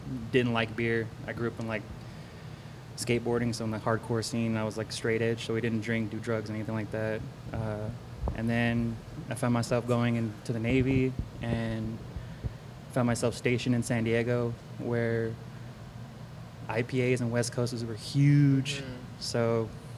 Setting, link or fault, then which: setting, busy venue